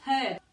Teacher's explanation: Y la R es muda en British